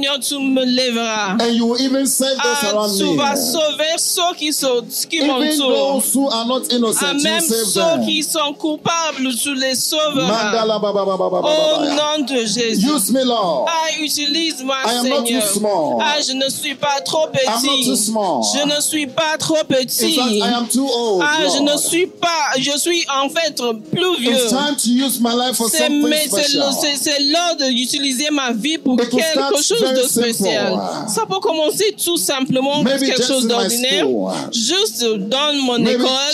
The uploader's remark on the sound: Preached during 31st Night Service at FCI Ministries, Rabat, Morocco.